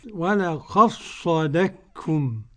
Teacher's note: السوسي هيدغم الدال في الصاد والقاف في الكاف · Term: الإدغامان